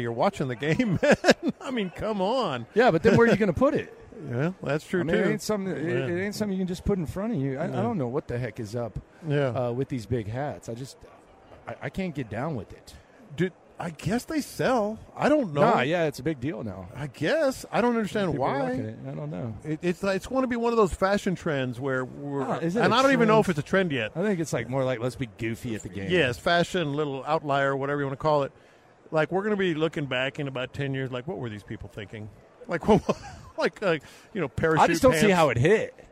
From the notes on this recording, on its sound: LIVE in Vegas